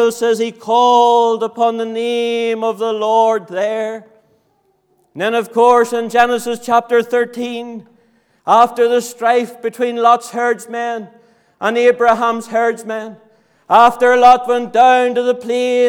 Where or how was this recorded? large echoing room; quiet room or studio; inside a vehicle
large echoing room